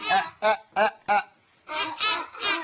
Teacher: وتكون غالبا بحبس النفس عند الهمزة · Term: همزة سكون